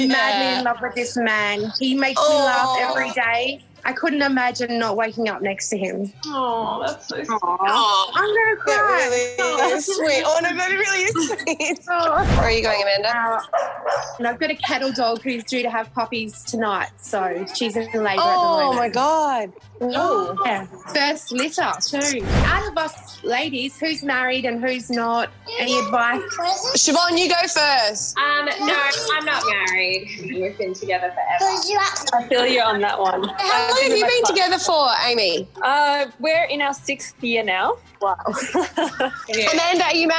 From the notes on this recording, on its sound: Buck's and Hen's on Zoom! Via Zoom!